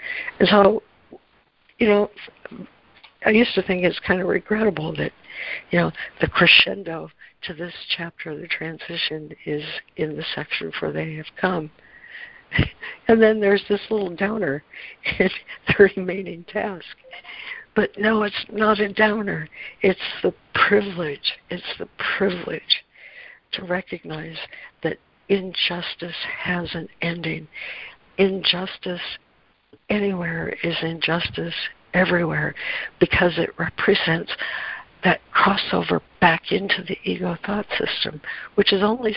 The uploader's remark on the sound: ACIM Daily Conference Call